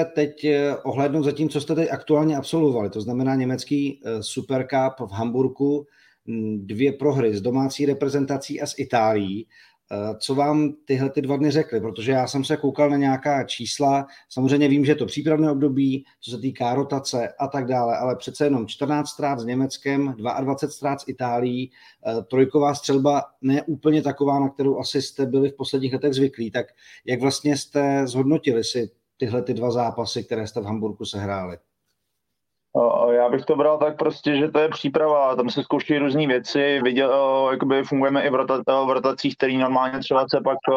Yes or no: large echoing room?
no